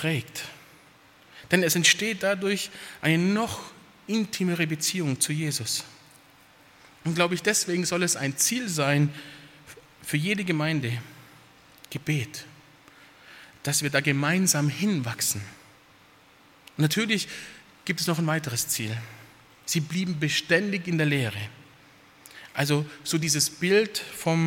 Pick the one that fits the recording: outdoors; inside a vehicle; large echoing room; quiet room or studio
large echoing room